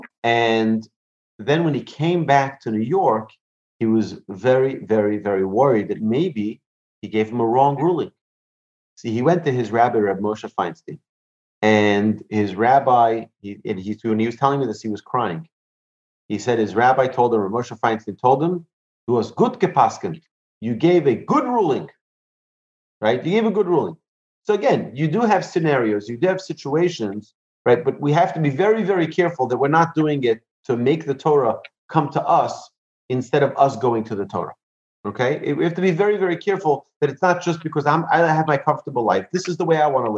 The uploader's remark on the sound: Recorded presentation to an online audience at Cong. Beth Yeshurun. In Houston, Texas.